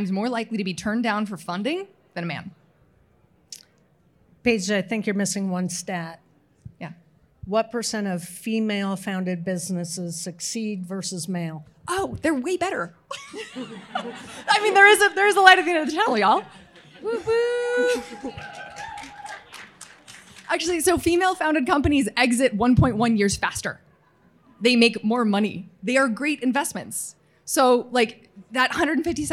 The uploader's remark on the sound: Recorded before a live audience at the 2022 OPTECH Conference & Expo in Las Vegas.